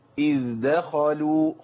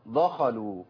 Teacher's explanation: الدال مفخمه ولا مرققه؟ في القران كله مرققه · Shown in: first take